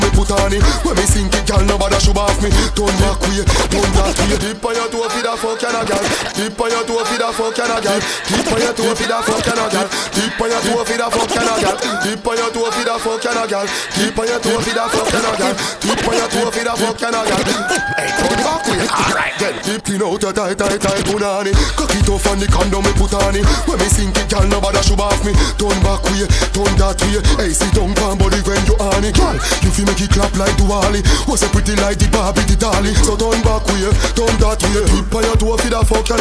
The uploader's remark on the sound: This is a live audio recording of my set at Island Saturdays.